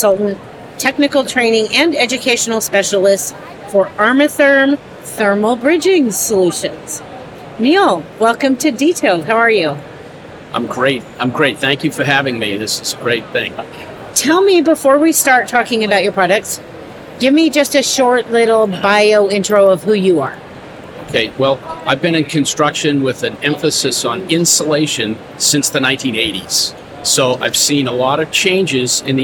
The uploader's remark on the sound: a LIVE conversation from the 2023 Greenbuild International Conference and Expo in Washington D